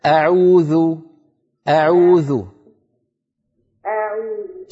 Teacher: الهمزة في أعوذ لا تمطيها زيادة، اسمعيني سأنطق الخطأ، أعوذ أعوذ، هذا المط الزائد لا يصح، قولي هكذا أعوذ أعوذ أعوذ.